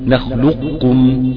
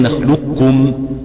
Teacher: نعم، ومعنى كلمة ومعنى كمال الإدغام إدخال القاف في الكاف إدخالا كاملا بحيث لا يظهر شيء لا من صفتها كالاستعلاء أو القلقلة وغيره. الثاني الإدغام الناقص ومعناه بقاء بعض صفات القاف كالاستعلاء وزوال بعضها كالقلقلة · Shown in: first take